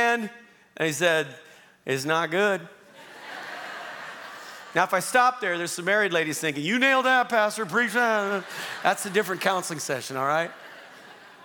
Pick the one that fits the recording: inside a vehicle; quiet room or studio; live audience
live audience